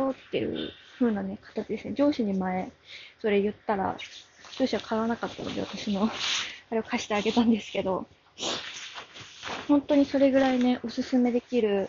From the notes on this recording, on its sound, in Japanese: Jabra elite 75tを買ったぞ！！※本機で録音。歩きながら＆掃除しながらで雑音こんな感じです。